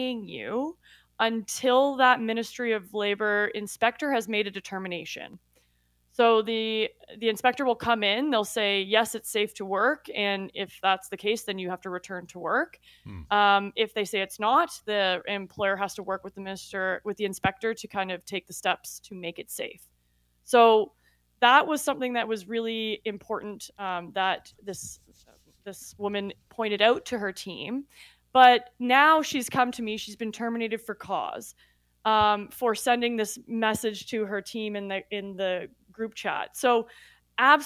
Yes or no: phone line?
no